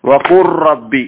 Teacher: ഈ ലാമിനെ റായിലേക്ക് ലയിപ്പിക്കണം ചേർക്കണം എന്നിട്ട് റായിനെ നമ്മൾ ഇരട്ടിച്ച് പാരായണം ചെയ്യുകയാണ് ചെയ്യുന്നത് വഖുർ റബ്ബി ലാമില്ല അവിടെ എന്നാ ലാം എവിടെ പോയി റായിൽ ഇസ്ഗാം ചെയ്തു